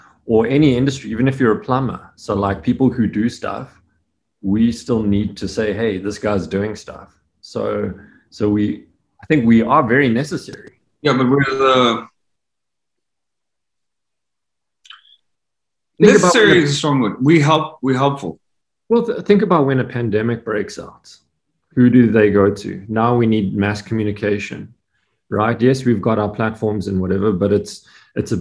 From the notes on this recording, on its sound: the Zoom call quality of this recording is appalling